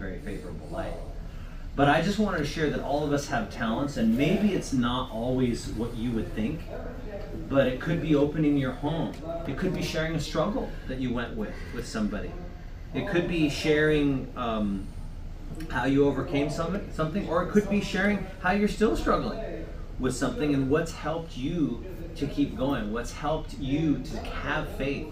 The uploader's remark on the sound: encouraging message from our recent Right Arm Revival Conference